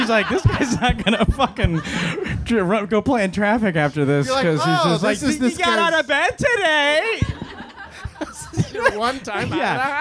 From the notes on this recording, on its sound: These sets from the live show. Enjoy these sets from some of our favorite friends from the February and March live shows!